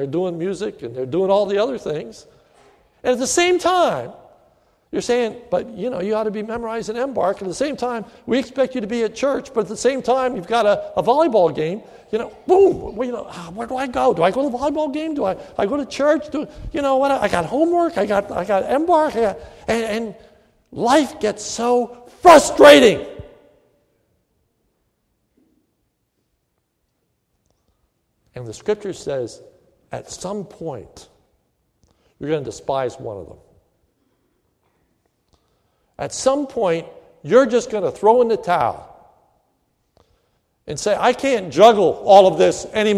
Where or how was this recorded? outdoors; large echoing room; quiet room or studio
large echoing room